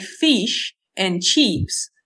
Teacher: with the Australians say fish and chips, so they make it more of an E. The I becomes an E.